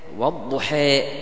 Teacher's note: الإمالة يعرفها العلماء بقولهم هو أن ينحو القارئ، أن ينحو القارئ الفتحة إلى الكسرة، وأن ينحو بالألف إلى الياء · الإمالة الكبرى أن تكون الحركة قابلة إلى الياء، أقرب إلى الياء، هذه الإمالة الكبرى، ويعبر عنهم بعضها بالإمالة المحضة، بالإمالة المحضة.